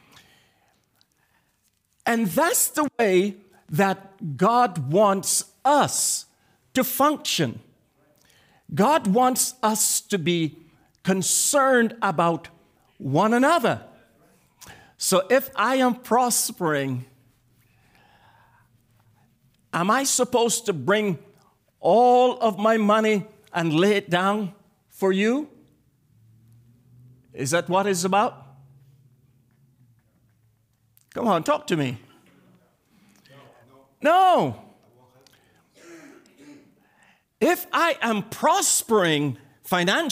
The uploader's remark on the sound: This message was delivered and recorded on January 20, 2024 at the Transformation and Equipping Center - 244 Liberty Street Brockton, MA 02301